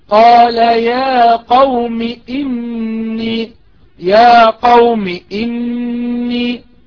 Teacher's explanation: يا قوم إني لا تمد في الياء